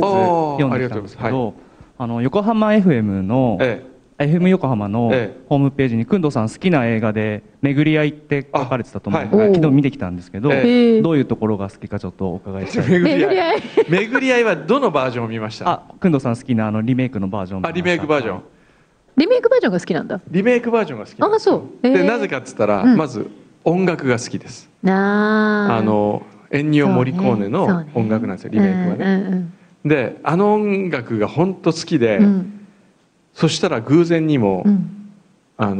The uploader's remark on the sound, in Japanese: 今週は、栃木県鹿沼市から「FUTURESCAPE in かぬま」と題しまして公開生放送を開催しました！そのかぬまの会場から収録。